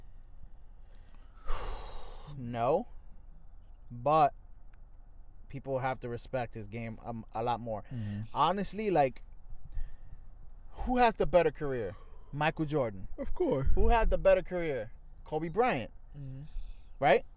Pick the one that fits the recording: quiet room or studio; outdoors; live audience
outdoors